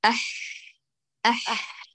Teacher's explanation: لسان المزمار عاد للخلف لكن نسبة ضئيلة جدا، ليس كما في العين · Term: بحة الحاء